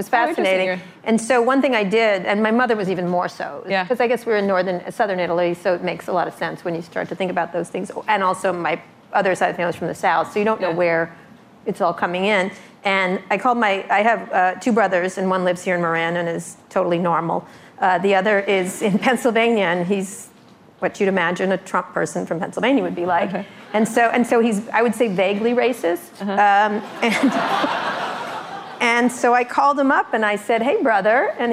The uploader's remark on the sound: Live interview recorded at the Rock Health Summit in San Francisco.